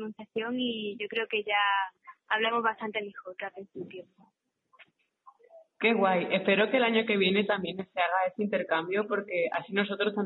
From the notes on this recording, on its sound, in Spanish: Badajoz-Hardenberg. Entrevista telefónica.